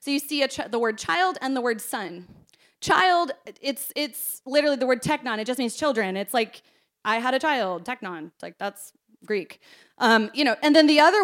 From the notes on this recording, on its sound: This message was preached at our Combined Service.